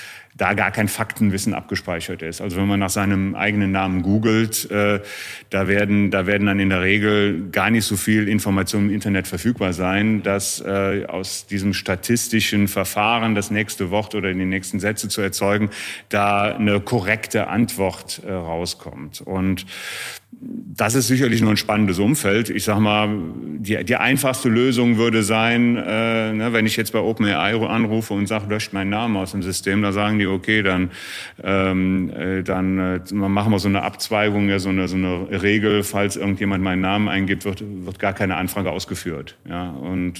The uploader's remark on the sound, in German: Das Besondere: Diesmal nicht nur mit Ton, sondern auch mit Bild! Wir haben Folge #16 live beim MCC Kongress – Insurance Today & Tomorrow in Düsseldorf aufgenommen und direkt gestreamt.